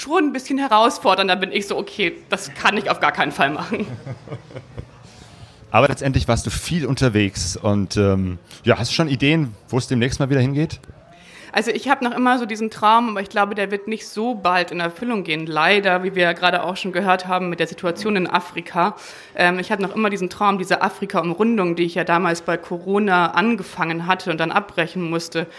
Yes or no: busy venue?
yes